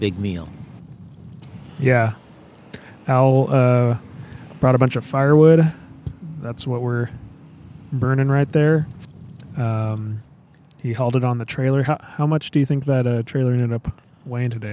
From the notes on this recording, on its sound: Bullards Beach Campout. We were able to fit in a first attempt at a mini podcast recording during our recent campout at Bullards Beach State Park in Bandon, Oregon. Bandon Bicycle Works (a former bike shop in the area) organized a "backyard bike camping" overnighter.